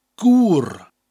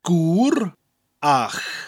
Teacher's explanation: The first part of the word, the G-W-R, you have that oo sound, goo, followed by the rolling R, gwr. And then at the end of it, the A-C-H part of the word, you have that C-H sound, that ch sound, gwrach.